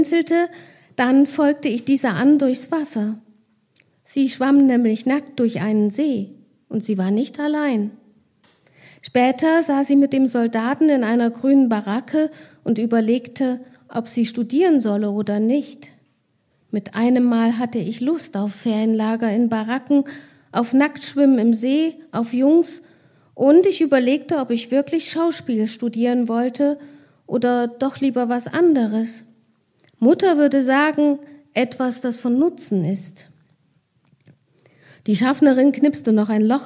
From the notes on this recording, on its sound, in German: Mitschnitt einer Veranstaltung. In der LiteraturEtage der Literarischen Gesellschaft Thüringen in Weimar.